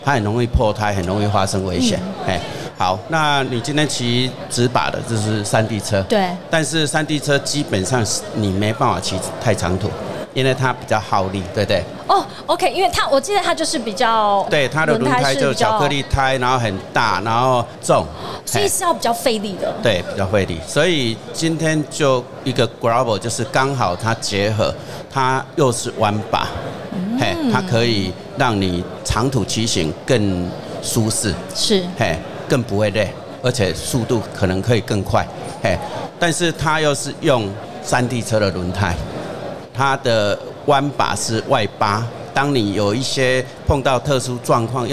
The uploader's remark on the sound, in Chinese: 2022 Taipei Cycle台北國際自行車展-Live Podcast